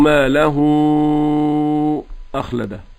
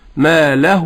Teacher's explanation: الصوت كله يخرج من فمي وليس من أنفي · Shown in: second take